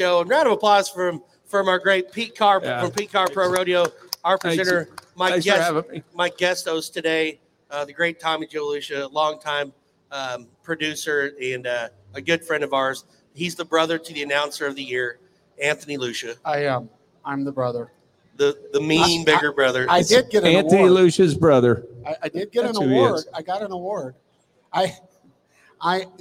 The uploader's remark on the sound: RümpChät Live at the 2023 NFR!